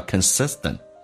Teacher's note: 美式发音那个 T 要发成 D